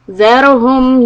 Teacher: Tip of the tongue is just under your front teeth, and Ra Sukun is heavy. · Term: letter Dhal